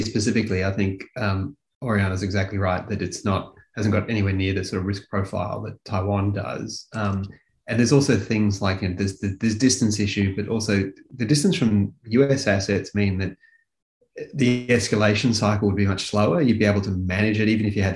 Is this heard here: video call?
yes